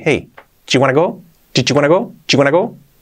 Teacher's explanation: Dicho rápido, con el contexto, casi el did se omite y solo queda el chi